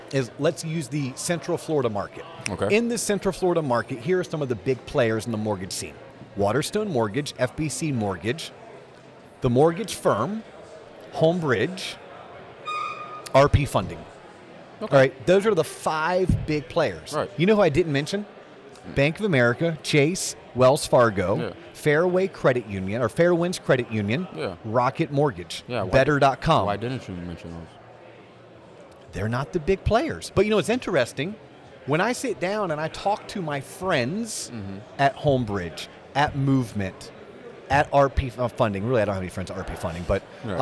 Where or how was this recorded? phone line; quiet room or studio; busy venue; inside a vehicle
busy venue